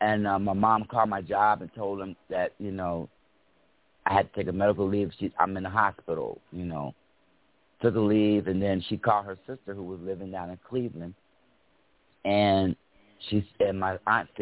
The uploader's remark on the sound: Those who call in will form a panel who'll describe, and be critical of, NAASCA's tools, programs, services.